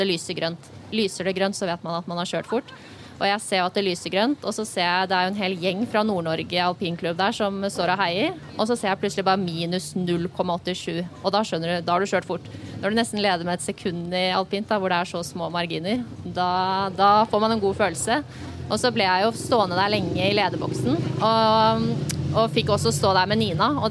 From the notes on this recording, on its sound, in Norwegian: Denne gang har OA Podden gått Live på Fahlstrøm Bar & Grill i Gjøvik.